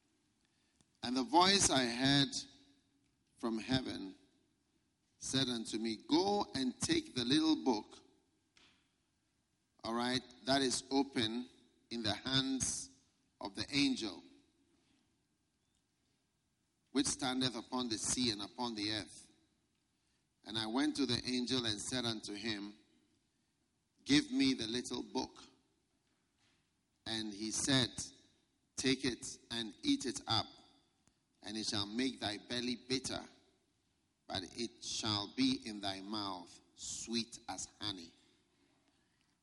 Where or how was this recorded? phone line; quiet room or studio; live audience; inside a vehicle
live audience